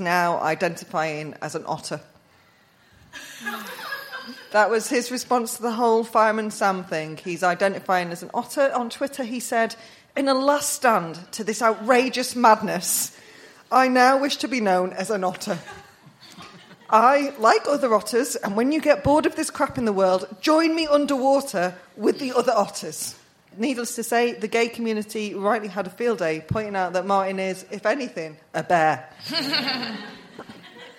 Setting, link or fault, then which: setting, live audience